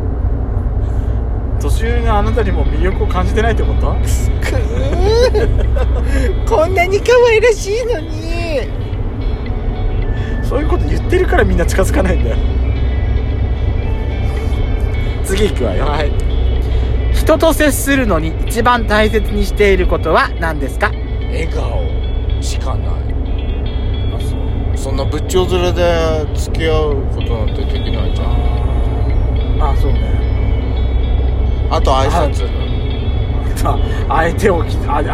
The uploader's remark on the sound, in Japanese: ドスドライブ収録。ロードノイズゴメンね。